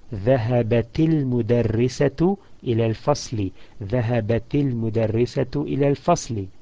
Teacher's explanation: you would add a كسرة at the end of ta with the sukun to make it join the lam with the sukun immediately after it